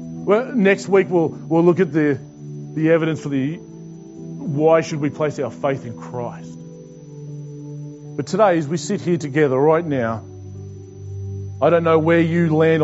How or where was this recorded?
large echoing room